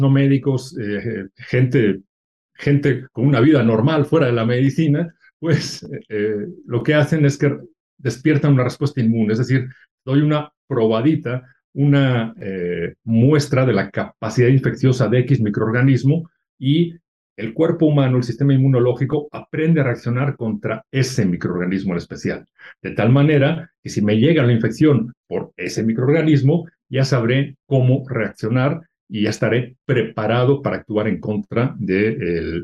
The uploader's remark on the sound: via Zoom